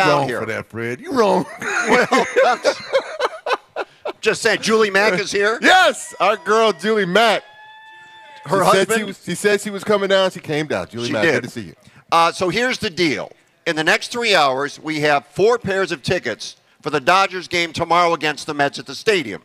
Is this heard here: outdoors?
yes